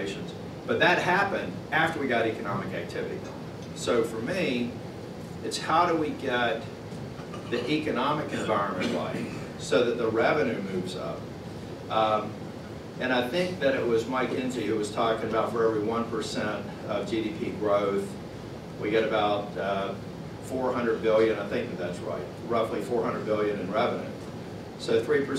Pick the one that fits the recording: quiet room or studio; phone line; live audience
live audience